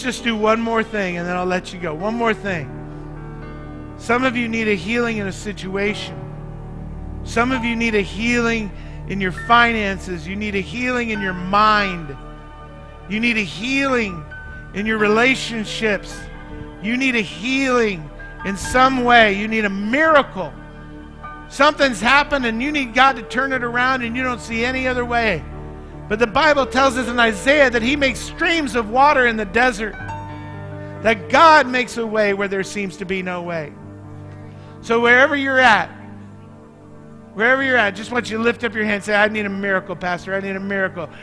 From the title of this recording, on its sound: Mt. Zion Church Live!